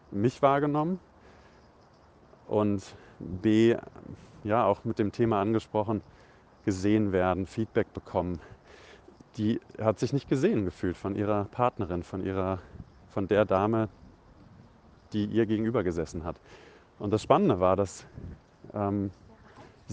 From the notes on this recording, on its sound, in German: Aus privaten Sprachnachrichten wird nun ernst - aus dem Smartphone in die Öffentlichkeit! Aus privaten Sprachnachrichten wird nun ernst - aus dem Smartphone in die Öffentlichkeit!